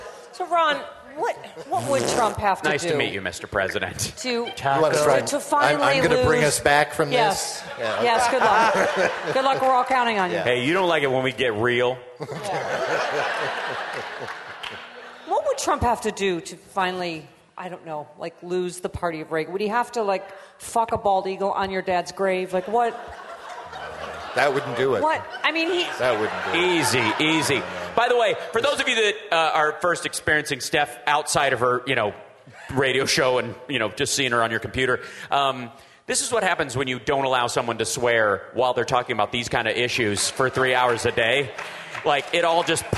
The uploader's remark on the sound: Live from the Seattle Sexy Liberal show